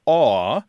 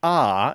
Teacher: the vowel in this word, the first vowel, is more like aw, A-W-E, and less like ah, as in A-H. And so the aw leaves the mouth and tongue in a position that kind of leads to an L-like sound as the vowel transitions into the consonant.